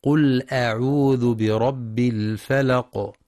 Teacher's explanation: يخطئ بعضهم فيقرأ بتفخيم همزة أعوذ، والصواب ترقيقها لأنها من حروف الاستفال